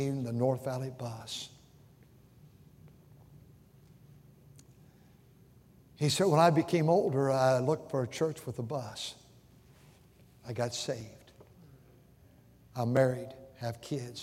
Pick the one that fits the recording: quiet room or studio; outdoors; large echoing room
large echoing room